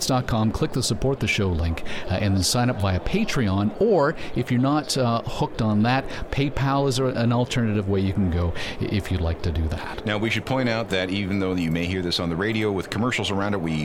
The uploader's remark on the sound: We are Live on Location at the Toronto Downtown Record Show!